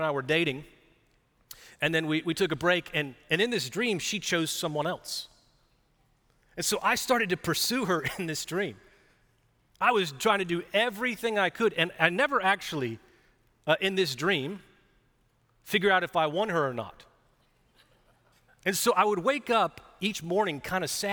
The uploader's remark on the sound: Recorded live at Brookwood church on 4.16.2023